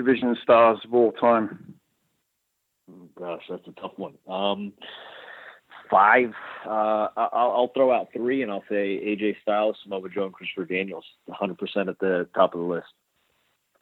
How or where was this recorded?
phone line